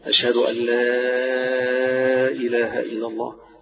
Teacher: يجوز المد هنا أقصى مد هتمد ست حركات فيها